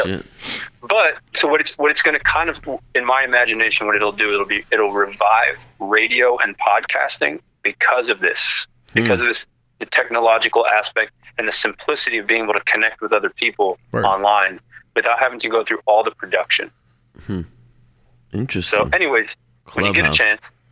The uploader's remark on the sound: Our First Phone Call Chat